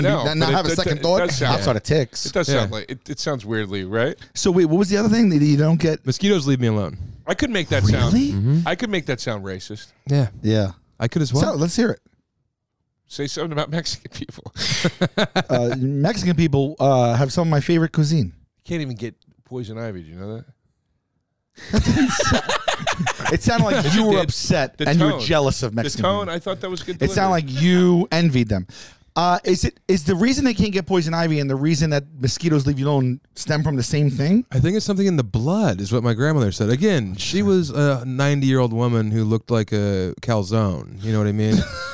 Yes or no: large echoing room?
no